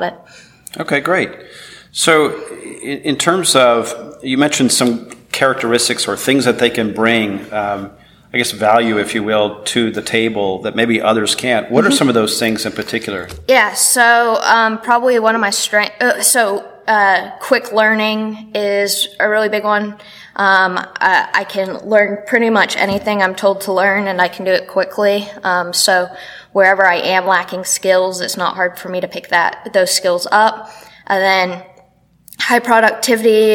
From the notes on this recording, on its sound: at the SOURCE Conference in Boston